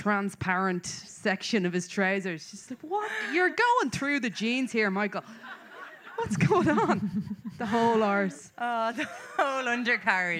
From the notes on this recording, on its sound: LIVE FROM CORK. This week's episode is a recording live from Kino (a great little venue).